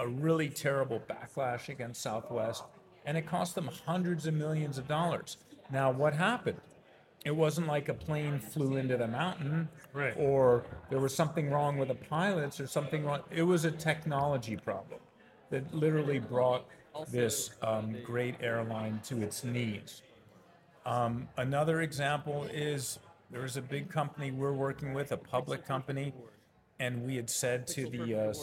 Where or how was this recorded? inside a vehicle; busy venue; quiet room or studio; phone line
busy venue